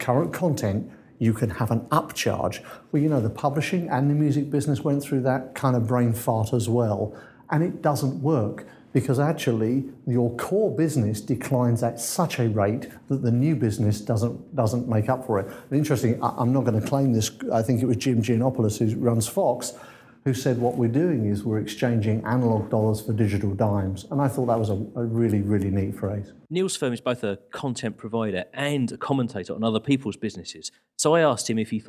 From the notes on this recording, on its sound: Recorded at MEF Americas 2011 in Miami